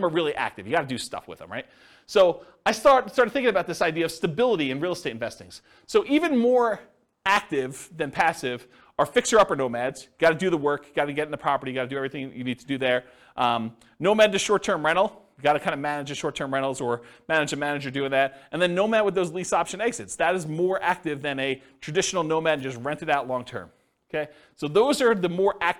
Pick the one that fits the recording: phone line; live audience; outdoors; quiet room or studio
live audience